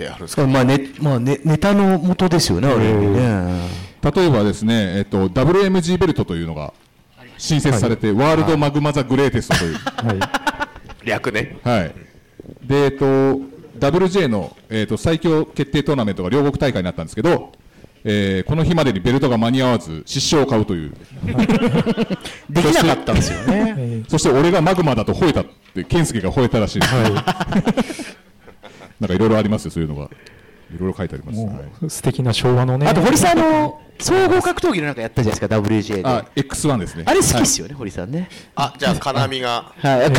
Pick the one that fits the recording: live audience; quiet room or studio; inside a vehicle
live audience